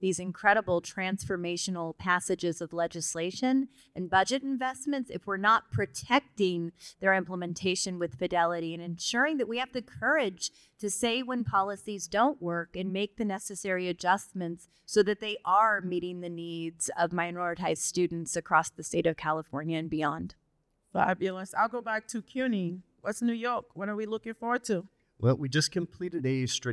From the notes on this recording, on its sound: This episode was recorded live at Future Ready, Complete College America's 2023 Annual Convening in Las Vegas.